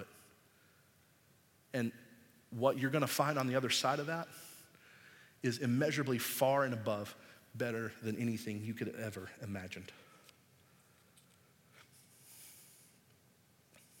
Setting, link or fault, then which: setting, large echoing room